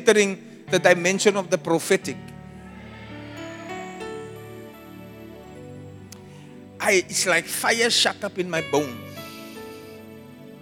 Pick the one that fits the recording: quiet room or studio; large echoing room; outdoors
large echoing room